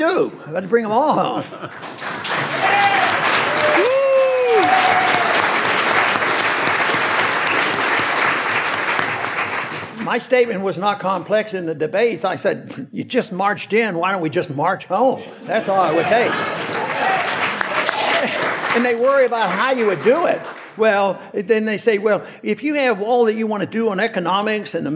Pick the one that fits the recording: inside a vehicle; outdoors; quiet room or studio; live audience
live audience